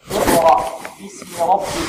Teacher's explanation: الراء هنا مفخمة، لماذا فخمنا الراء؟ لأنها مفتوحة